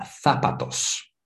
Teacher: in Spain, in España, they say za, like a TH sound